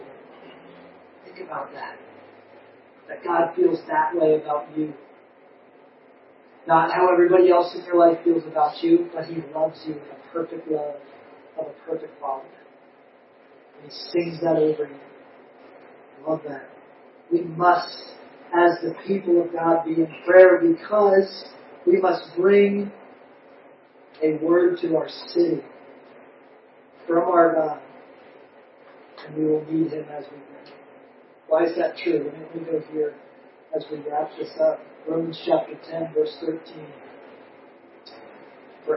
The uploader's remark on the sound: We apologize for the poor audio quality. We are working out the kinks in some new equipment.